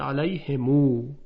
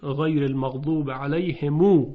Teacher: در قرائت ابن کثیر معمولا میم جمع صله میشه به واو، علیهم میشود علیهمو. · Term: صله میم جمع